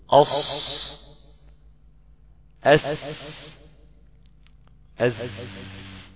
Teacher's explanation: تخرج مع طرف اللسان مع ما بين الثنايا العليا والسفلى بين البنين، لا هو لا في الثنايا العليا ولا هي للثنايا السفلى، ولكنها إلى الثنايا السفلى أقرب.